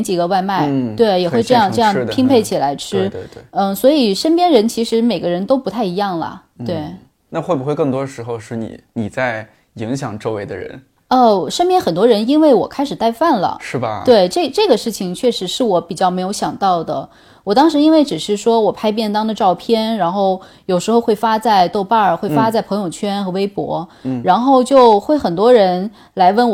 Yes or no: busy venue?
no